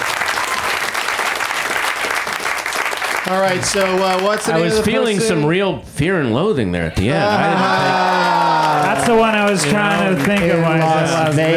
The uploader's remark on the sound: Back home at the UCB Franklin